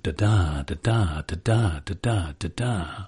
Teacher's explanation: We've loved the delayed stress of the second syllable. · Term: iambic verse